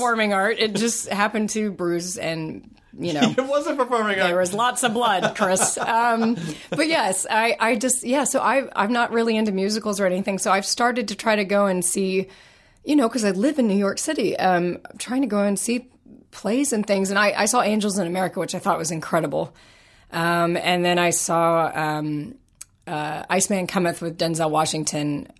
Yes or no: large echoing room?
no